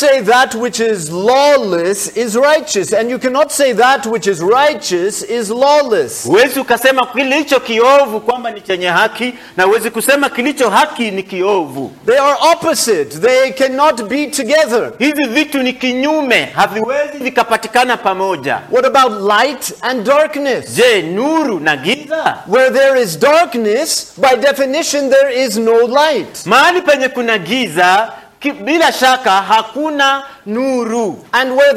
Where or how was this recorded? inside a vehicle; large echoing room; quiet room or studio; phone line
large echoing room